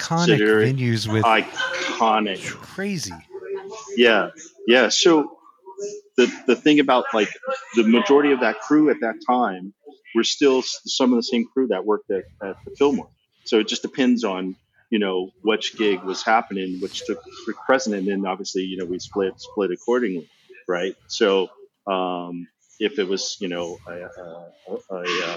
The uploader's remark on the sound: The audio on this episode is a little rougher than our typical quality, due to multiple scheduling conflicts we took the opportunity that we had, to get this episode recorded.